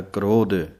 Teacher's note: ਧਿਆਨ ਰੱਖਣਾ ਹੈ, ਕ੍ਰੋਧ ਧੱਦੇ ਸਿਹਾਰੀ ਹੈ, ਭਾਰਾ ਕਰਕੇ ਬੋਲਣਾ ਹੈ ਕ੍ਰੋਧ। ਜੇ ਪੋਲਾ ਜਿਹਾ ਬੋਲਾਂਗੇ ਤਾਂ ਦੱਦਾ ਲੱਗੇਗਾ, ਸੋ ਇਸ ਕਰਕੇ ਧੱਦੇ ਦੀ ਆਵਾਜ਼ ਹੈ, ਇੱਥੇ ਜਮਕ ਹੈ।